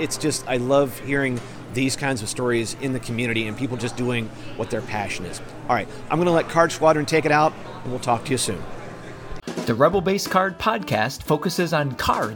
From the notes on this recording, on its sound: Recorded onsite at the Grand Geneva Resort in Lake Geneva, Wisconsin. While walking the show floor. I landed at the booth Smugglers Coffee.